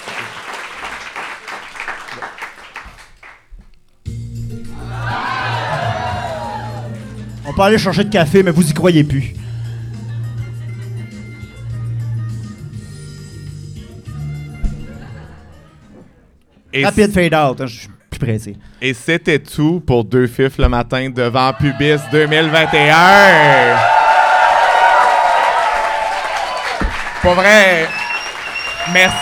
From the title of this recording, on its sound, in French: Live devant pubis